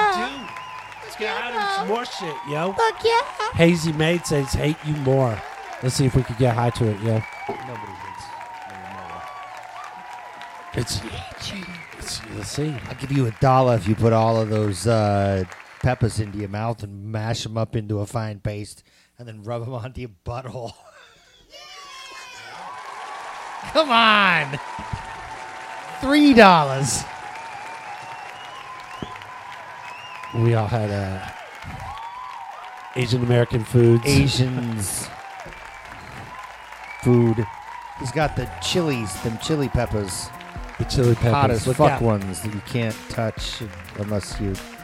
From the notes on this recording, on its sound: Filmed in front of a live Studio Audience